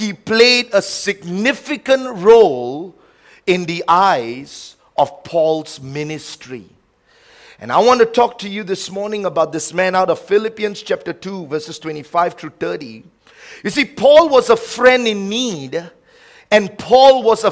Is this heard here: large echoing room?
yes